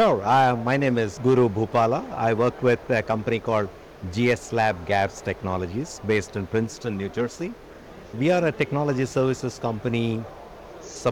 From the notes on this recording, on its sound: live from the 2023 CHIME Fall Forum